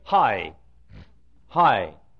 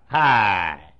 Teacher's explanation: The word hi shouldn't be a two-syllable word. It should be one long syllable · Shown in: second take · like hi. But hi, or bye-bye, bye-bye, it's bye-bye.